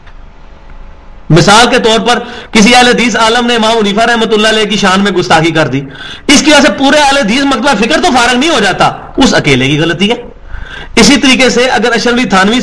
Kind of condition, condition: setting, large echoing room